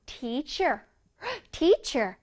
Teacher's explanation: teacher 할 때 R 소리는 혓바닥이 목구멍 쪽에 가야 돼요.